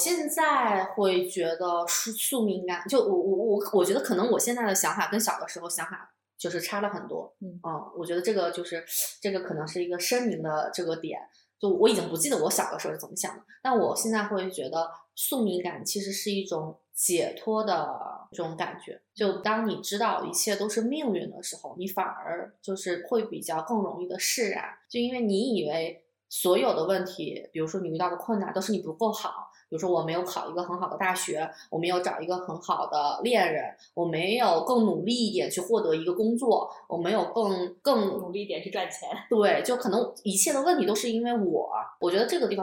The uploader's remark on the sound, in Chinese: 音质依旧有点飘忽不定，但目前已经斥巨资在改善录音设备了。